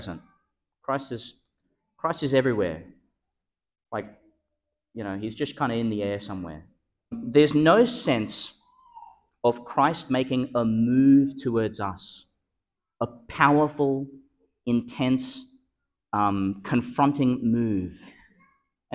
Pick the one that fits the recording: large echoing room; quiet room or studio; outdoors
large echoing room